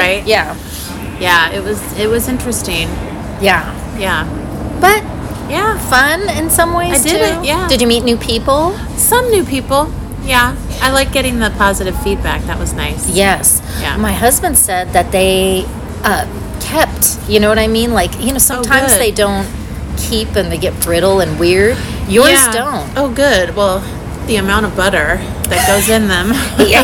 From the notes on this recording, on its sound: on location for a well-deserved breakfast